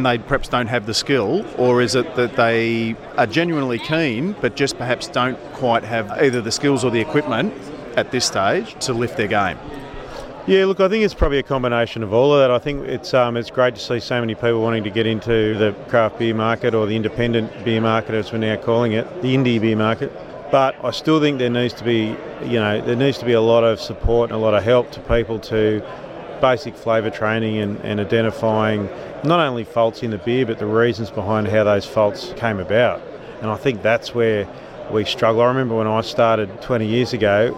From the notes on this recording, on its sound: Report from Independent Brewers Association Conference in Adelaide. Report from Independent Brewers Association Conference in Adelaide.